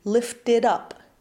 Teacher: In casual speech, we're most likely to turn these T's into something much closer to a D